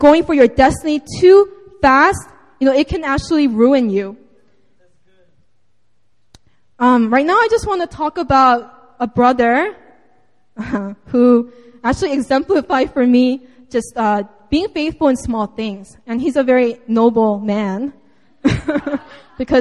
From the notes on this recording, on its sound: Sunday Service (Seaside Campus 2:30pm).